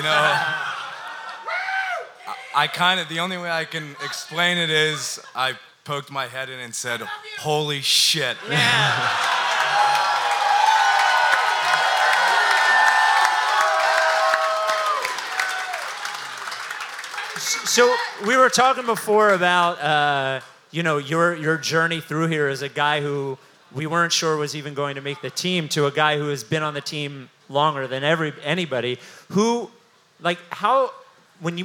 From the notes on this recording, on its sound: The very first live Rights To Ricky Sanchez podcast